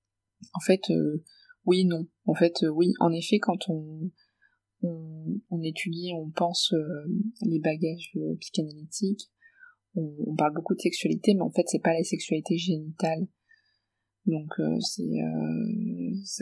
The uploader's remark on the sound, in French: la qualité du son n’est peut-être pas optimale